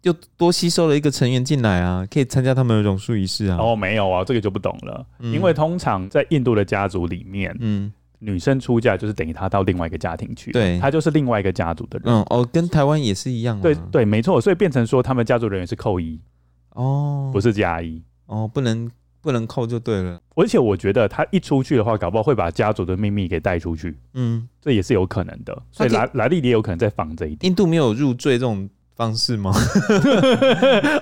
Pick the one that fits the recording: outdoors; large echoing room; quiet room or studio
quiet room or studio